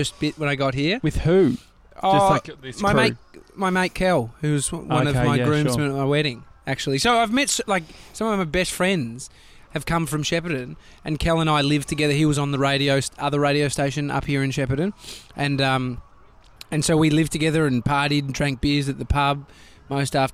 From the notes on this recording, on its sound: We drive 2 hours to Shepparton. LIVE from a bar in Shepparton.